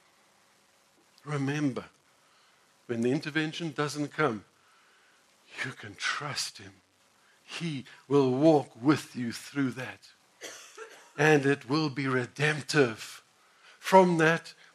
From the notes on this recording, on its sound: sermon preached at the Village Church on the 26th of June 2016